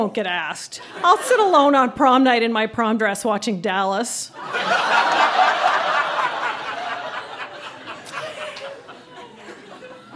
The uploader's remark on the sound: Recorded live at The Company House in Halifax, NS.